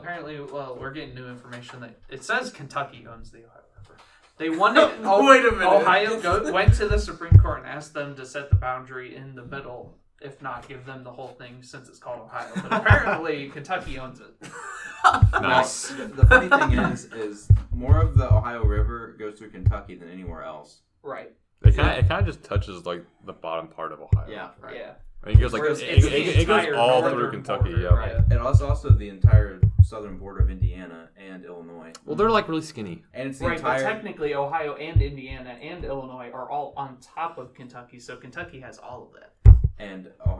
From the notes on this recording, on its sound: We are sorry for the poor audio quality in this episode. There seems to be a problem with the microphone that software was unable to fix completely.